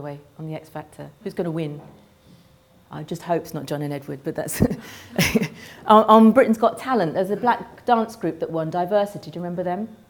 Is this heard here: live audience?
yes